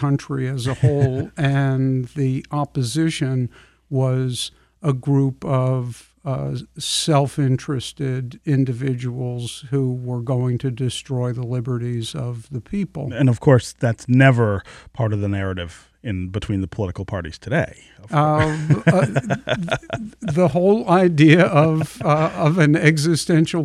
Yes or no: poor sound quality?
no